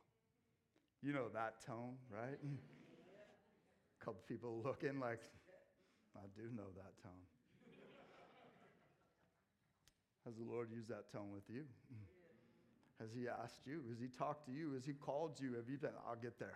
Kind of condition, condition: setting, large echoing room